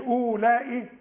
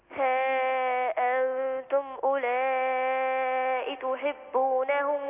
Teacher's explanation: قول كأن الواو غير موجودة مش أولئي. ها أنتم أولئي تحبونهم.